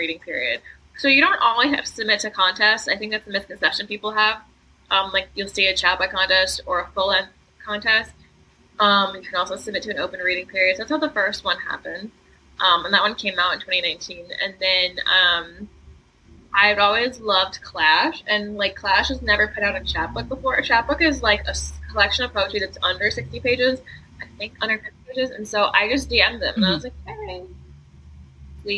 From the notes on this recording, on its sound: Both our hosts were traveling this ep so the audio quality is a little not amazing this ep.